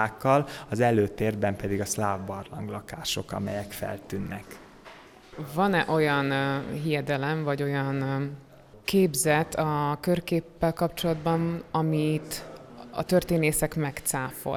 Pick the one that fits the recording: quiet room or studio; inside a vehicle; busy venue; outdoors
busy venue